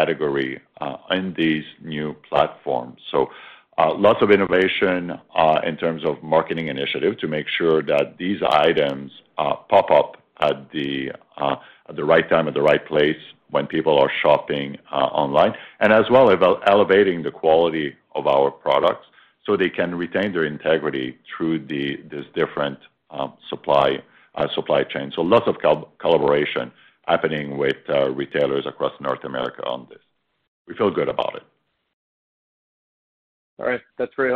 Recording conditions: phone line